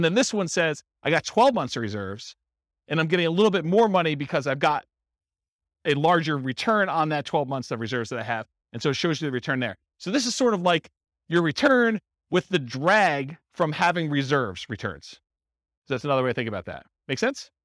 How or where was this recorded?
live audience